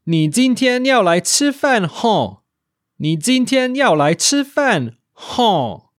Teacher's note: This nasal sound isn't normally found in Mandarin, but it is in Hokkien or Southern Min, another Sinitic language widely spoken in Taiwan. · Term: very Taiwanese sound